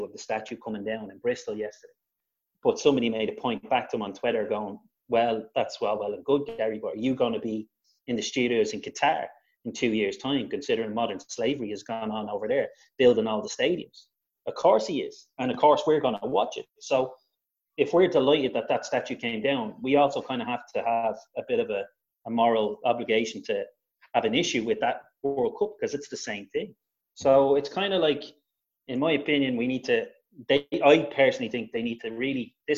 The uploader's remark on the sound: Zoom Show.